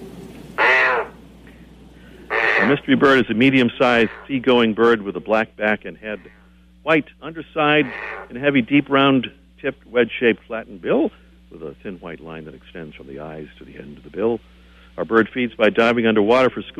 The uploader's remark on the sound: Live by the Whooping Cranes at the Patuxent National Wildlife Refuge in Laurel, Maryland.